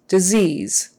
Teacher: both of those S's are pronounced with a Z sound